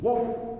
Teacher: Let the M have a moment so we can actually hear that warm.